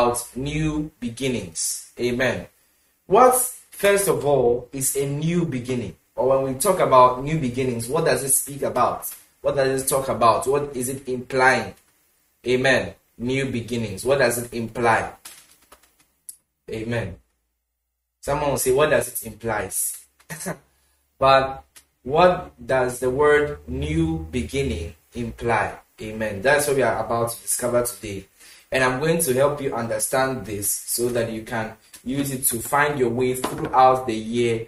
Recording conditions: large echoing room